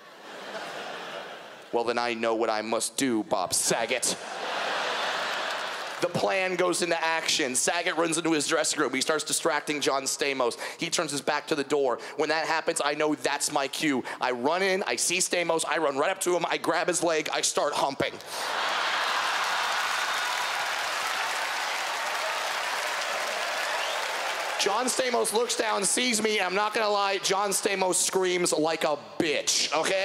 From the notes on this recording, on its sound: stand up from the Just For Laughs Festival in 2015